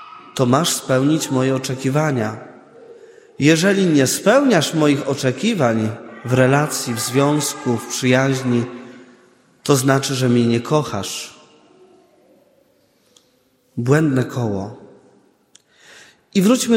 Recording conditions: large echoing room